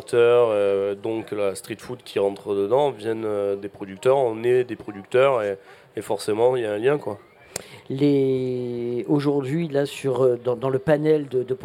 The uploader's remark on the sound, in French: Radio Grenouille au Street Food Festival. Dans le cadre du Street Food Festival 2023, le Grand Pastis délocalise son plateau et s'invite au pied de la Cathédrale de La Major pour l'occasion. Ses invités, présents sur les stands ce jour là.